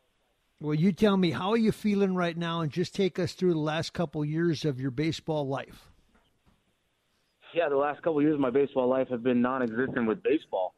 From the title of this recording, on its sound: live from spring training